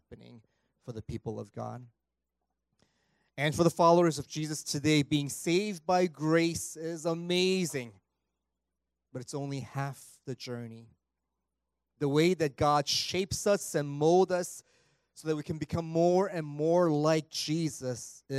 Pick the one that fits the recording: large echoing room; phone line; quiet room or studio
large echoing room